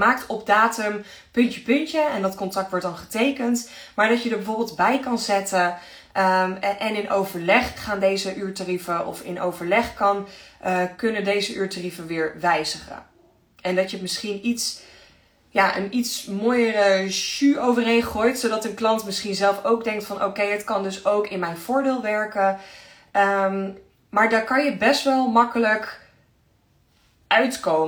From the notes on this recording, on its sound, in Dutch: Insta live opname. Luister deze Insta live terug.